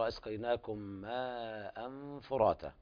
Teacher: بيان الإخفاء يعني أعطيه الغنة بمقدار حركتين